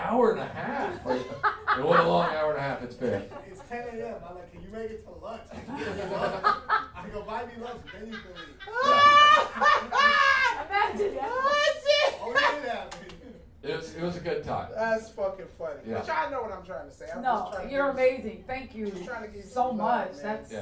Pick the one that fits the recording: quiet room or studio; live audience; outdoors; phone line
live audience